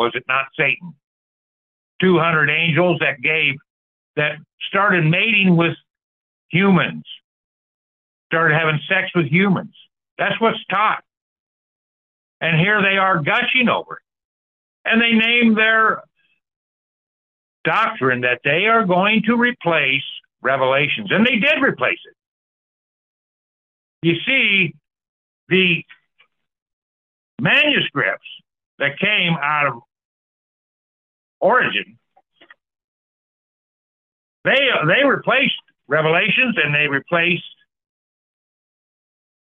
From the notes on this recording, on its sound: Call In Bible Study.